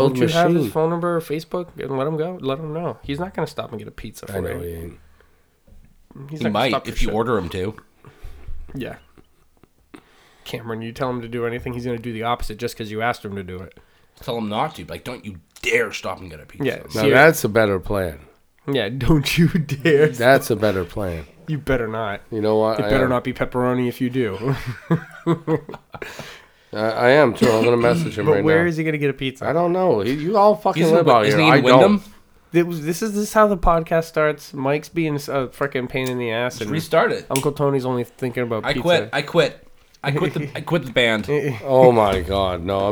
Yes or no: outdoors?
no